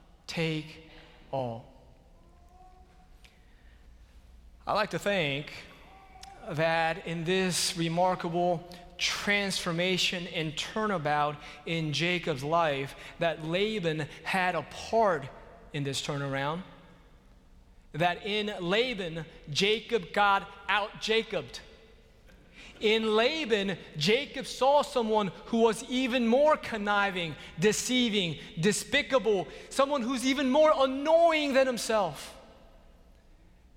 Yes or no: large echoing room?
yes